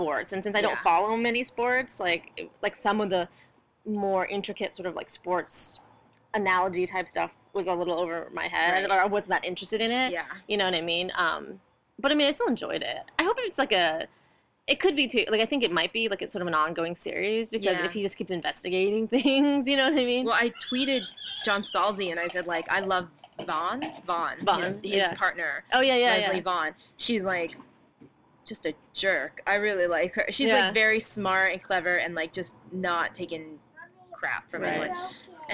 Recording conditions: sounds in the background